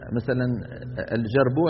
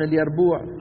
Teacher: او يقلبون الجيم ياء · Shown in: second take